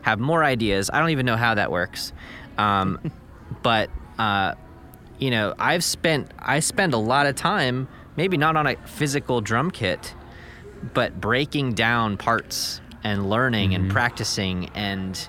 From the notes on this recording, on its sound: recording from a hotel lobby on his day off from tour